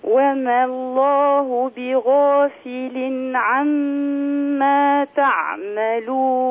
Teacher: يعني لا تمدي الألف، لا تقولي وما الله، وما الله الألف تسقط من اللفظ لالتقاء الساكنين